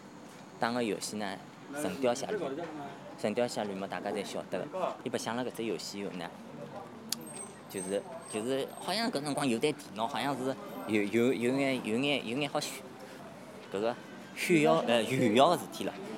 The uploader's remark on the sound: Soundwalk takes place at night. The dynamic of loud and quiet was amazing, some parts were spoken almost as a whisper to match the general ambience.